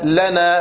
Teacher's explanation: فاللام هنا أيضا مرققة، وذلك لمجاورتها النون